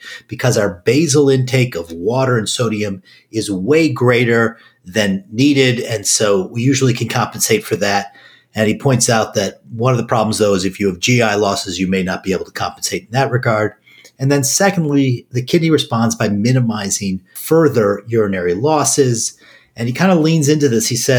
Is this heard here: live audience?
no